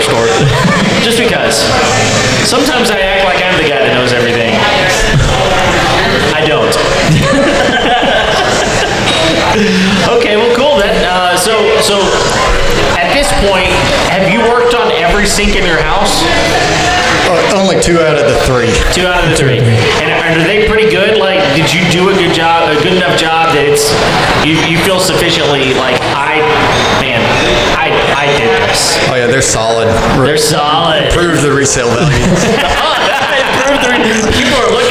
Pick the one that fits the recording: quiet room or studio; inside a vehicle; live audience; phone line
live audience